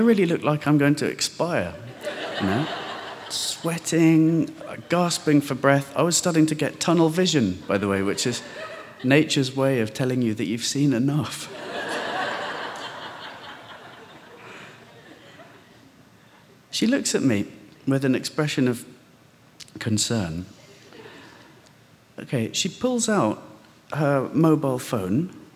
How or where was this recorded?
live audience